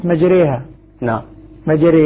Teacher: مجري الراء مرققة. لماذا مرققة؟ مع أن الراء أصلا مفتوحة هنا. قال لأننا جنحنا بالفتحة نحو الكسرة فأشبهت الراء المكسورة فأخذت حكمها